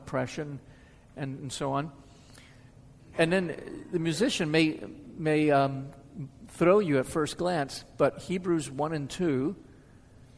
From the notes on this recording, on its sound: answers questions from the audience.